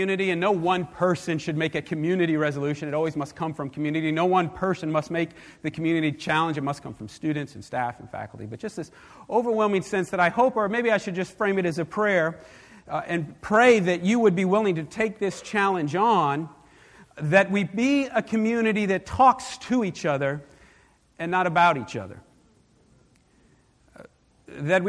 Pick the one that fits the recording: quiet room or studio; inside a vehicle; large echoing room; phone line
large echoing room